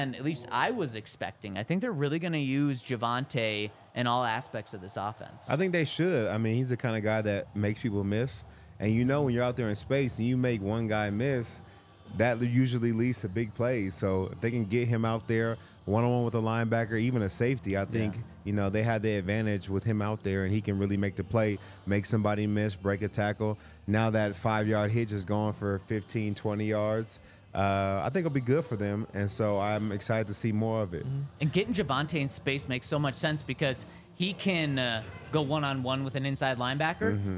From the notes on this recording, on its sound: coming to you LIVE from the DNVR Bar